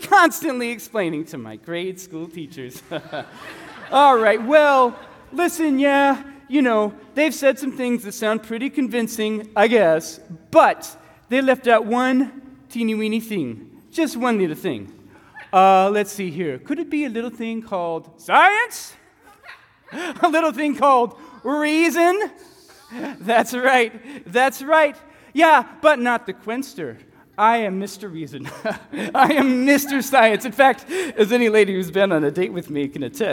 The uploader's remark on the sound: Recorded live at Church of the King.